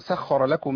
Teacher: سخ سخ ما أقولش سخ ما ينفعش. عندي الراء مفخمة لأنها مفتوحة محركة بفتح